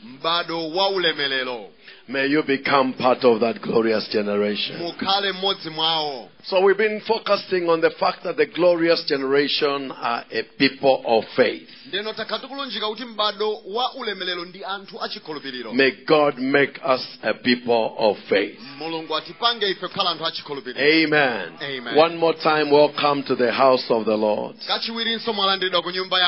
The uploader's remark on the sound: Preached at the Encounter Service at Word Alive Blantyre City Church on 19th February 2023